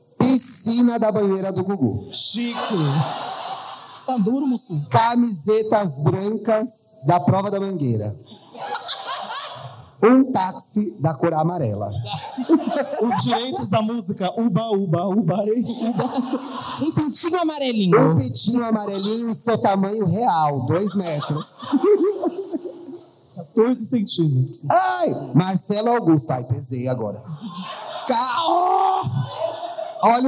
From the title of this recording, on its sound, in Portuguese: Ao Vivo no Teatro